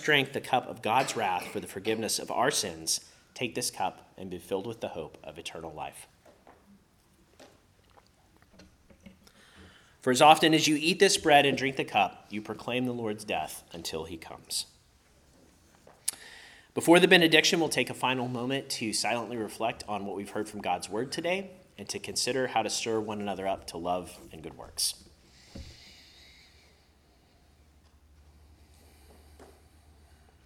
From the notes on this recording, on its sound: preached at Christ Our Savior Baptist Church